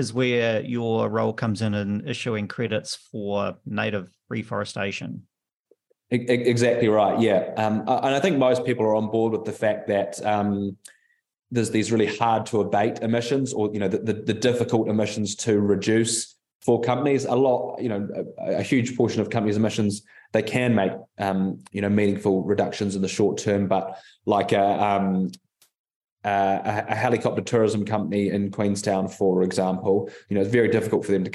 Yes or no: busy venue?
no